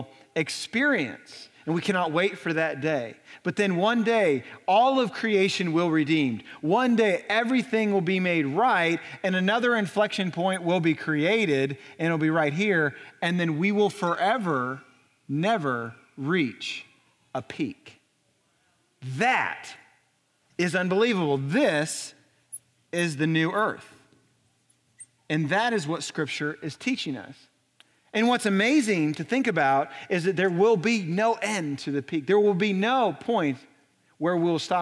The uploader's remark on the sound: Recorded on April 8, 2018 at Graceland Baptist Church in New Albany, Indiana.